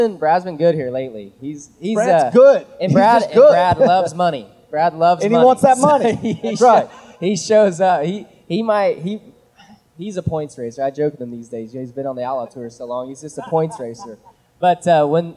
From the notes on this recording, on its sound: Live from Lernerville Speedway. On stage in front of the front stretch grandstands for a live taping.